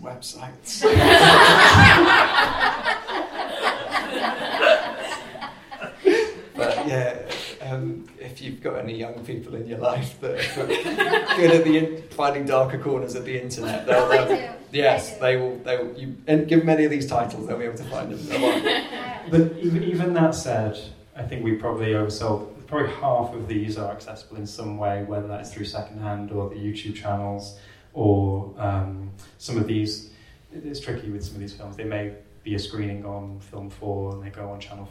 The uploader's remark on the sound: In this live conversation recorded at the book's launch at the Korean Cultural Centre.